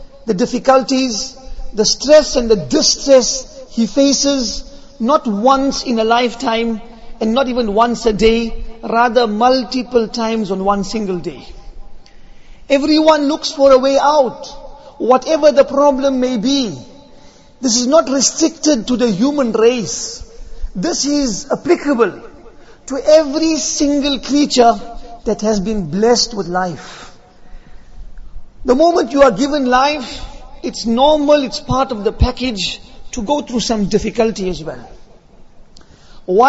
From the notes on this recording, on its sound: Jumuah lecture